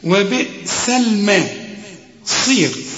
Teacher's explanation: الصاد في آخر درجات التفخيم